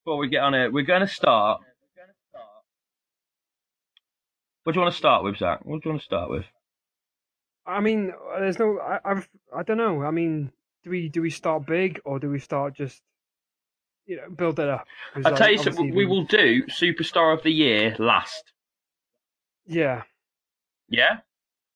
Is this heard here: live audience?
no